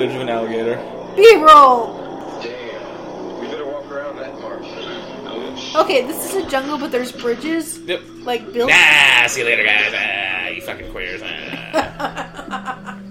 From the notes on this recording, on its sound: there are audio issues and obvious edits